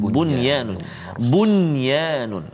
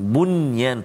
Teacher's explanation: ha, bunyan tak boleh dengung bunyi bunyi sebab apa tak boleh sebab dia bertemu nun dengan ya dalam satu kalimah dia tak jadi idgham maghunnah · Term: izhar mutlak